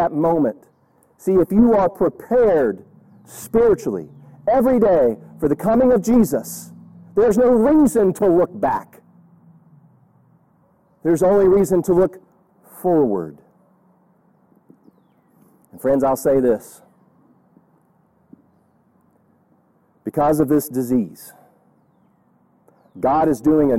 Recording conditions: outdoors